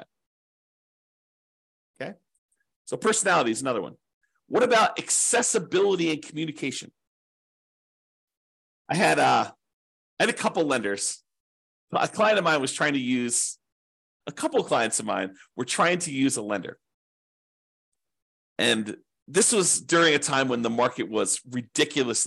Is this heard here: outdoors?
no